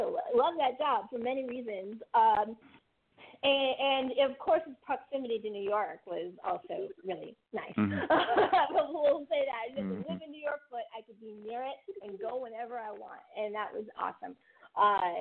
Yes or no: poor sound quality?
yes